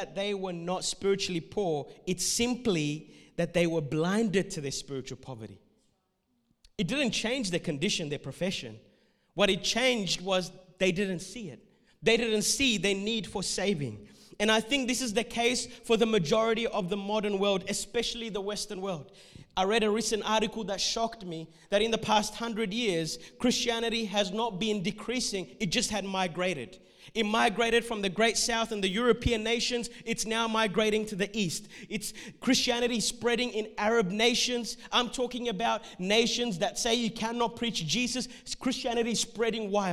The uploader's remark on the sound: This message was recorded at Revive Church on the 21st of March 2021